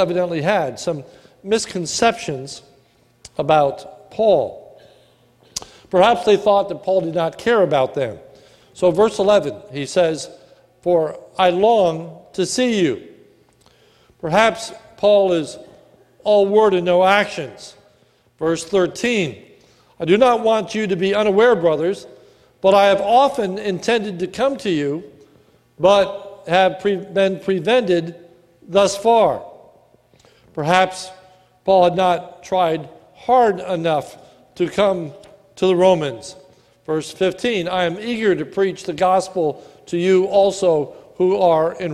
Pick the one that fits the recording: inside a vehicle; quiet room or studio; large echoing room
large echoing room